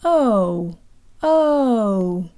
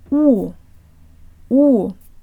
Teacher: In English, the long o closes to an u sound. O, o. But the stressed Russian o does the opposite. It opens either from an o to an a sound, or from an u to an o sound.